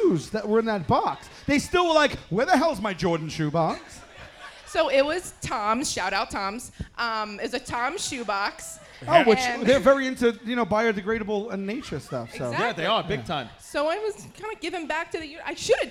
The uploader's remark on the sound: LIVE at SoulJoel's Comedy Club in Royersford,PA!